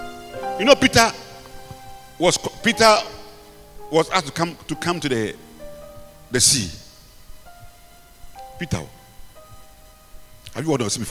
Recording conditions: large echoing room